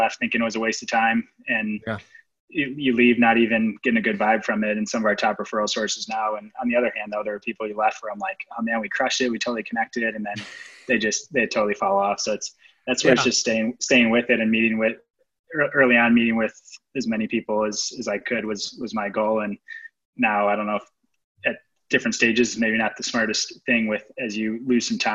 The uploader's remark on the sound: Today's episode is a clip from a call in our Clinical Rainmaker coaching group.